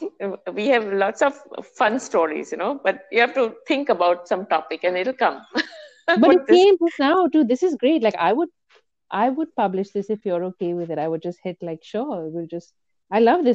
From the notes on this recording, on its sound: A tech test inadvertently turns into a first episode! The sounds quality is very poor (lots of scratches and drops).